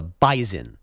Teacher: It's the same thing, but you really got to stress it. It's more of a Z sound than an S sound.